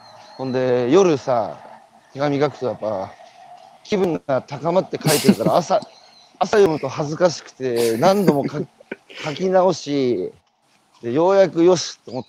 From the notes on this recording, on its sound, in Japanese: 歩くラジオ。歩きながら1時間、対談する。